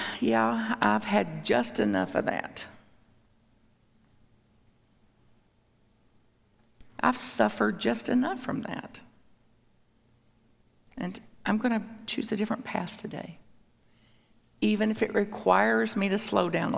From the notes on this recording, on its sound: A talk at Unity Church. At Unity on the North Shore in Evanston, IL.